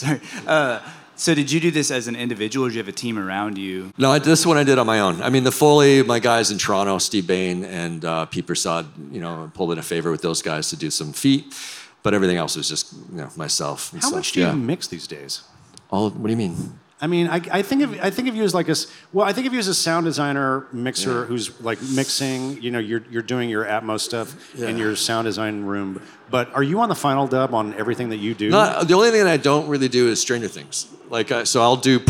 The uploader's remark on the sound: This discussion took place in front of a live audience at the 2023 SXSW Film Festival.